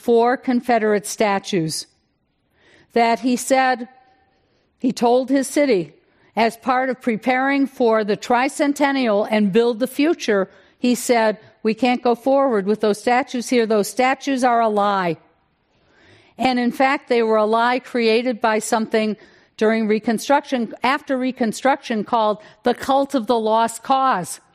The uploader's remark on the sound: This program was recorded in front of a live audience at The Commonwealth Club of California in San Francisco on March 3rd, 2020.